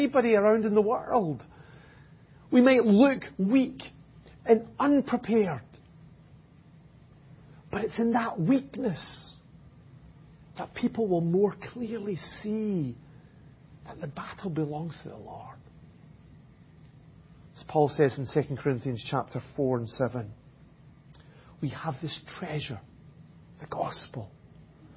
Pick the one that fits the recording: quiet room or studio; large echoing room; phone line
large echoing room